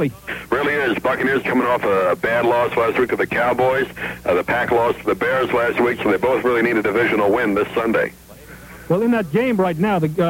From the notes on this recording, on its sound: A couple of call ins. On the “Sun Radio Network” (Tampa, FL).